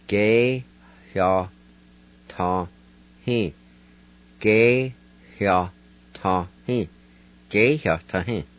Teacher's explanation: right in the very front of that word, there's a faint H sound. It's between the E and the Y at the very beginning of the word.